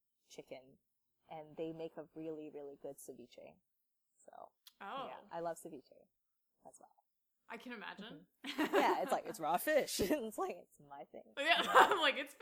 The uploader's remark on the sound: Sorry for the imperfect audio on this episode